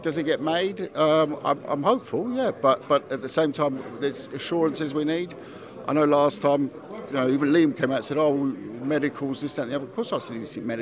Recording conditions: busy venue